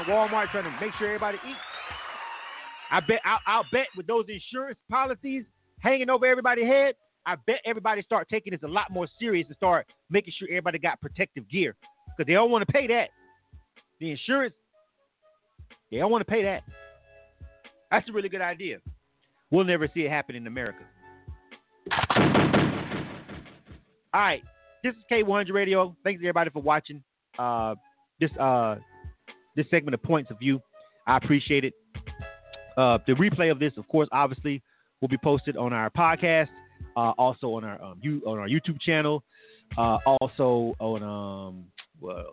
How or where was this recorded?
phone line